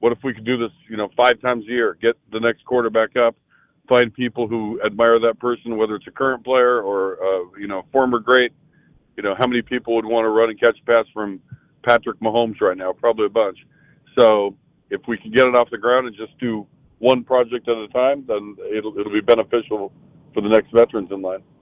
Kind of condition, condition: link, phone line